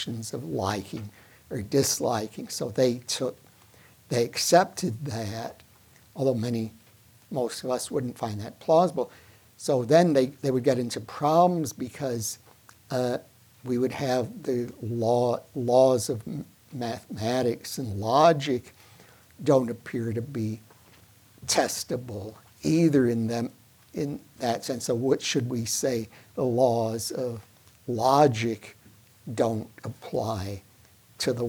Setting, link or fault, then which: setting, large echoing room